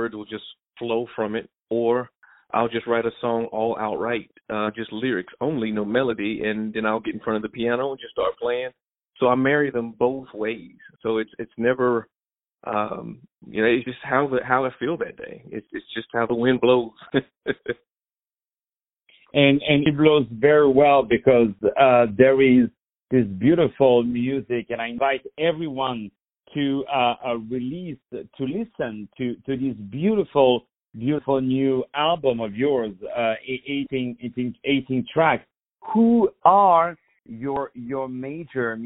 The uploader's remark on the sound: On the phone